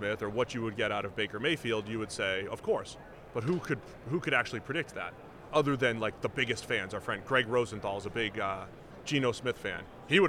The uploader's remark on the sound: are live from Las Vegas Radio Row